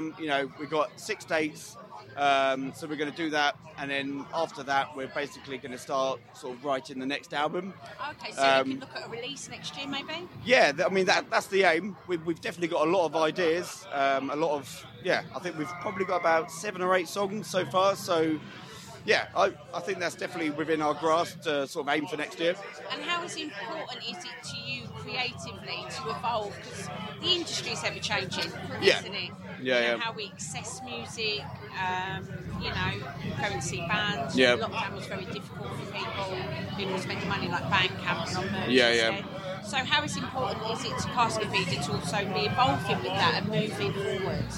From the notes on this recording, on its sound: Bloodstock Festival 2023. Chat with us at Bloodstock Festival.